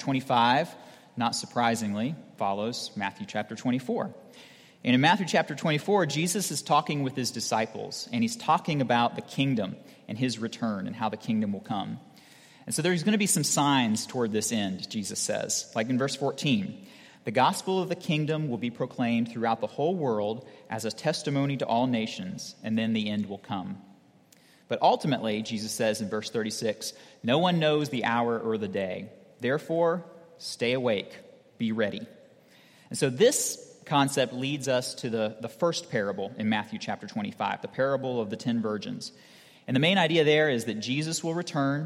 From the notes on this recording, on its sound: at Redeemer Presbyterian Church in Charleston, SC